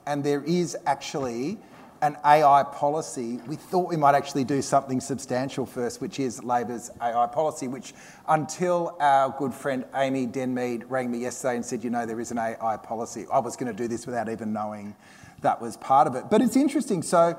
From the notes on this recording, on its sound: comes live from the Australian Labor Party National Conference Fringe Festival